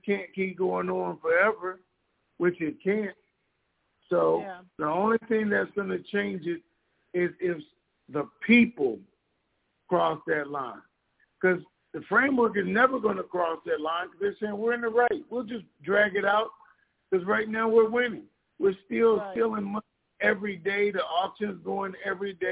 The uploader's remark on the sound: TNTSuperfantastic Conference Call.